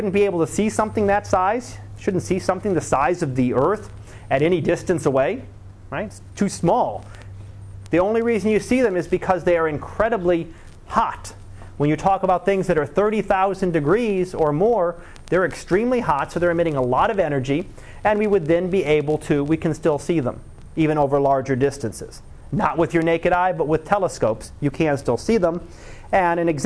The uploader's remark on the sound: Live Class Lecture